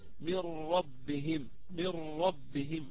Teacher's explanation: الإدغام الكامل بلا غنة. إذن الحكم عندنا إدغام كامل بلا غنة، ندخل النون الساكنة هي وصفاتها ندخلها في الراء، فلا يبقى للنون أثر ولا غنة ولا صفة ولا صوت، إنما ندخلها في الراء وتصبح الراء مشددة لأن الإدغام كامل